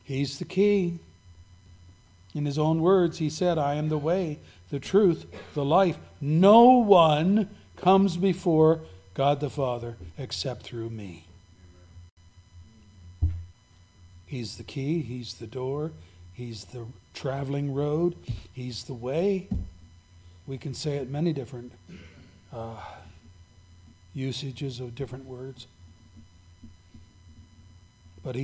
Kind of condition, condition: setting, large echoing room